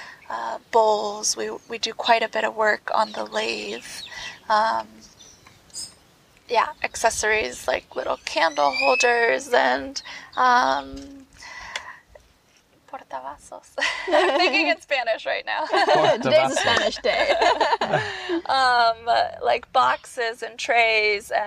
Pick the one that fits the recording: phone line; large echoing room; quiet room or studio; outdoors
outdoors